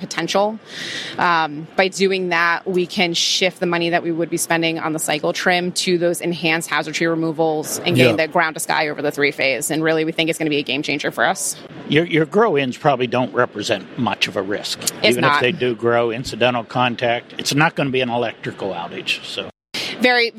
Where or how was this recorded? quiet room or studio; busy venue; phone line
busy venue